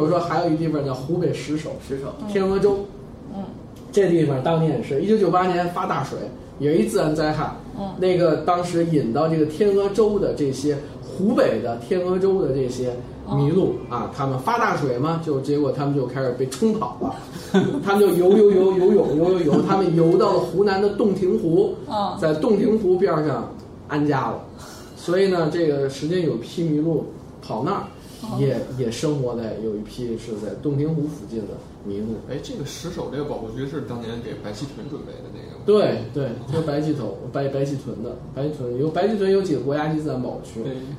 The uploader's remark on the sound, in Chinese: 本期节目为在张大妈办公区用录音笔录制，可能有街道上的杂音，请见谅。